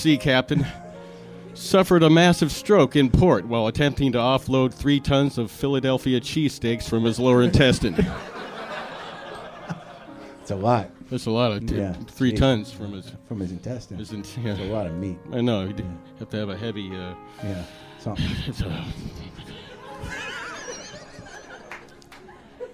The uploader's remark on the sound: Live from UCB Los Angeles, it's Ladies Night. The WTF live stage.